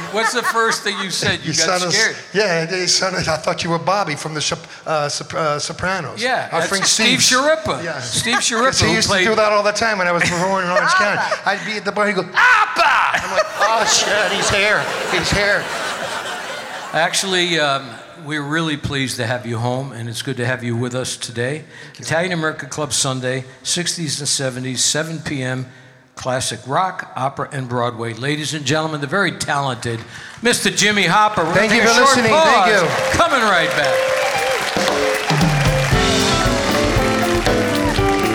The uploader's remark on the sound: Live at the South Point Casino